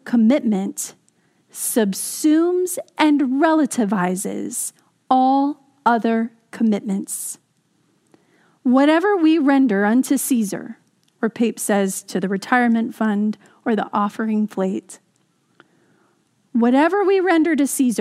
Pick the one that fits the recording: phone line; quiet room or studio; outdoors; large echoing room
large echoing room